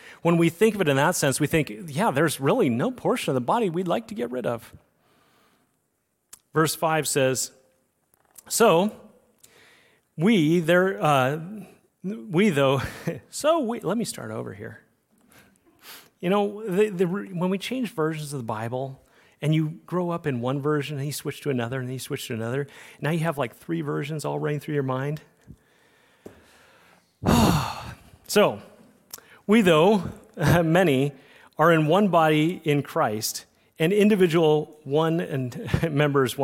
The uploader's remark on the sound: Recorded on Sunday, October 1, 2023, at Liferoads Church in Spokane, Washington.